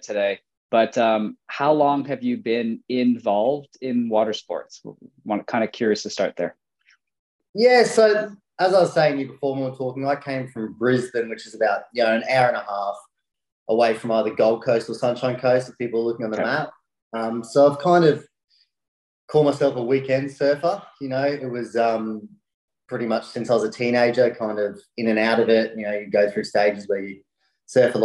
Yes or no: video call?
yes